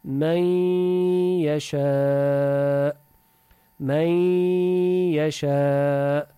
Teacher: Nun sakineni idgam ederiz ya içine. Nun sakineni okumarız. Bez gunnası kal.